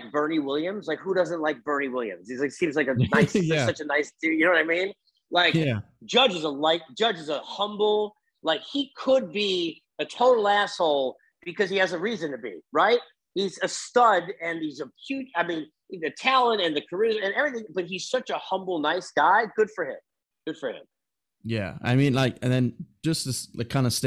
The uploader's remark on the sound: Zoom had a time limit, it ran out